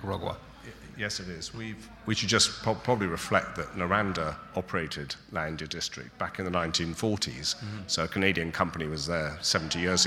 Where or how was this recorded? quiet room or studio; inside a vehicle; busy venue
busy venue